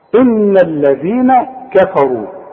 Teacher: الراء هي اللي عندي المفخمة فقط لانها مضمومة